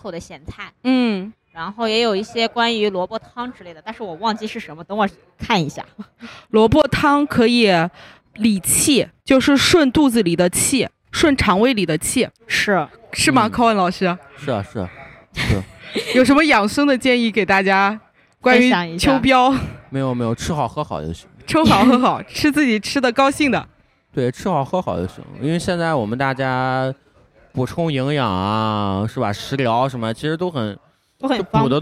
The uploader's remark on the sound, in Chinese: 来自济南的新播客清风微拂。在一个秋天晚上。录音地点：Vniegar Taproom精酿啤酒吧。